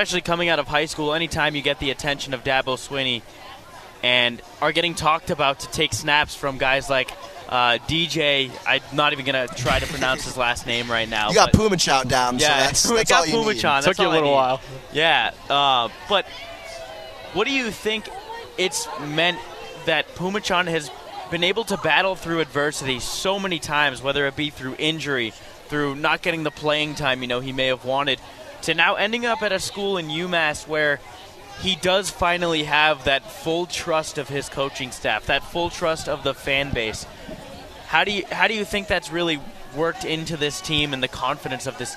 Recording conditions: busy venue